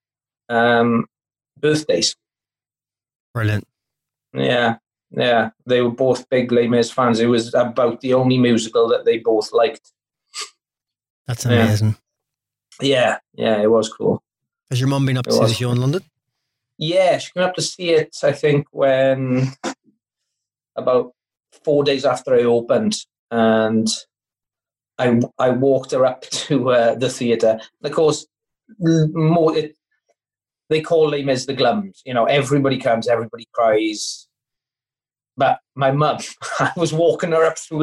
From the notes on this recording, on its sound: Recorded via Zoom, June 2020. Studio facilities provided by irishvoiceovers.co.uk.